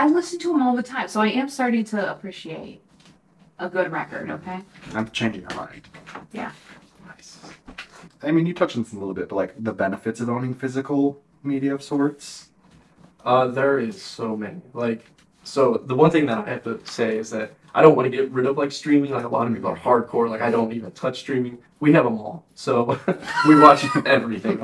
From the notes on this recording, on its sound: First off id like to apologize for the sound quality, forgot to record with the mic.